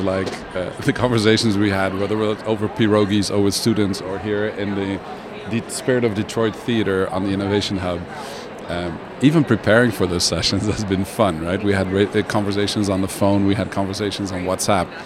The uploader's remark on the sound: Live from #IMEXAmerica